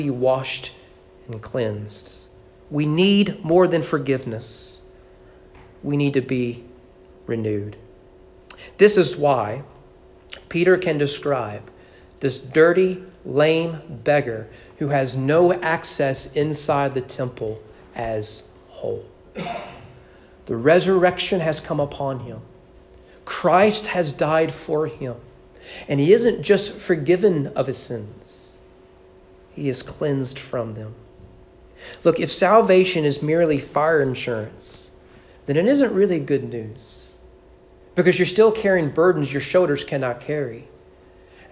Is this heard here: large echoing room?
yes